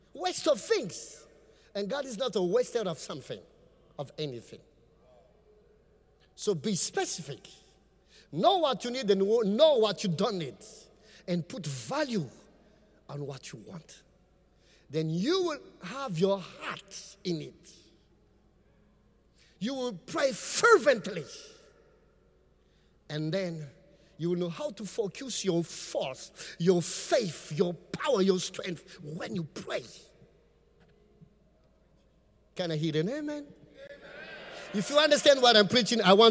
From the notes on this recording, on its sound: Preached at the Qodesh